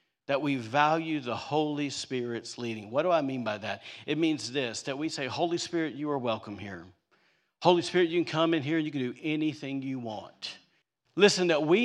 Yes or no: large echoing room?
yes